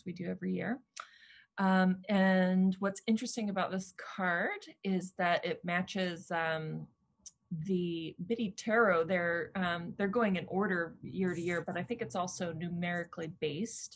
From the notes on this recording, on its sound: Got together on Zoom.